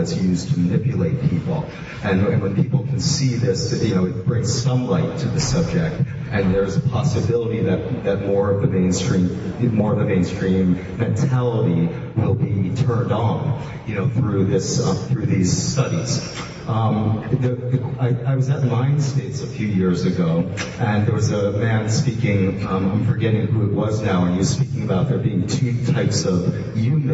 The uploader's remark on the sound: In this talk, given at the 4th annual Amazonian Shamanism Conference in Iquitos, Peru.